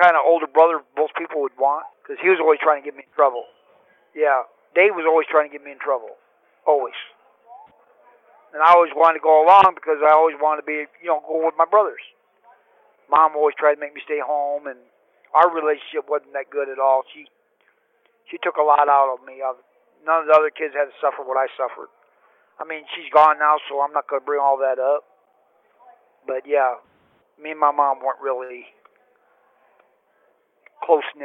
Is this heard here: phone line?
yes